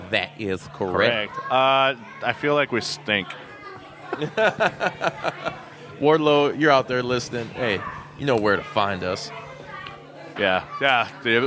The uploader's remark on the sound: coming at you live from Racine, Wisconsin at the Racine Brewing Co.